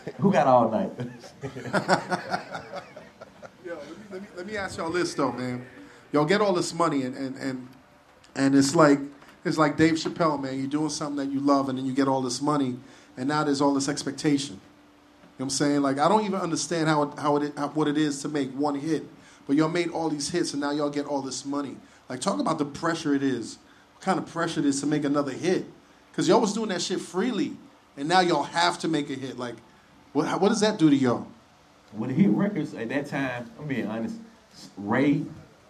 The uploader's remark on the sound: we take our talents down to Atlanta for a live show